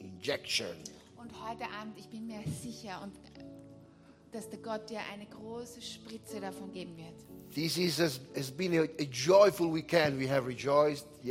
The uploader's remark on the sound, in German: Gottesdienst live aus der LIFE Church Wien.